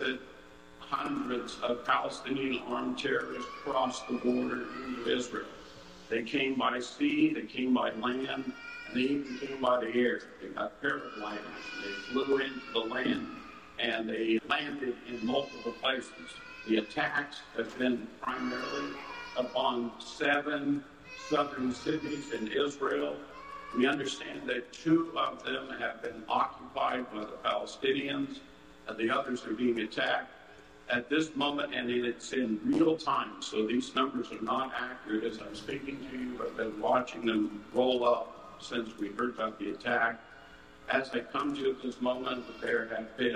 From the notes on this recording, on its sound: Please excuse the audio issues at the beginning of this episode.